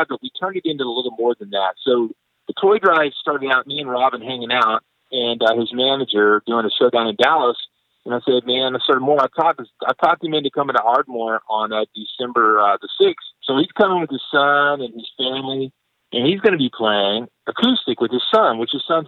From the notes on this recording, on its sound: picks up the phone and calls his good friend